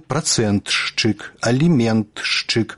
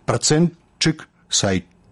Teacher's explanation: а па праўдзе гук «т» павінен зліцца з наступным «ш» у гук «ч» · Shown in: second take